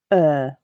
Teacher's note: This is a long mid sound. In fact, it's a long version of the schwa, which we looked at last week, so start there if you haven't already.